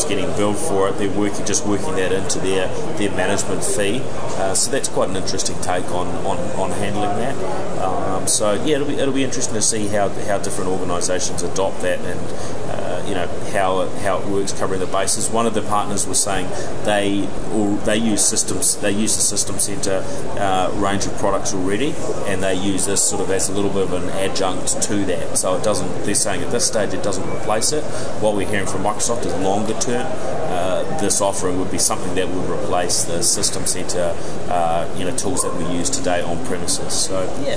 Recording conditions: busy venue